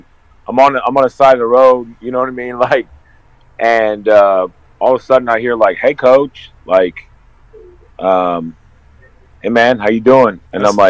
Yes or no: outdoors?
yes